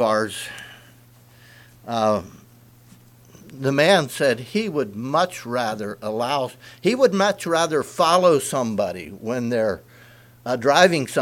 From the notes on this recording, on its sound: Message preached at Word Of Hope, Sunday Morning, October 22, 2023